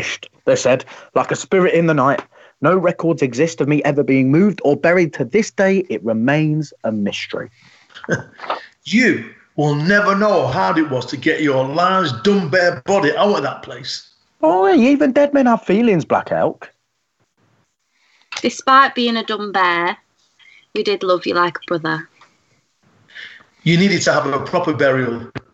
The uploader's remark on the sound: Are self-isolating in their tepees, down on the Irwell. Over Skype. In the background, screaming through the night there are constant ambulance sirens, it disturbs, but the Sioux speak, they laugh, and they cry.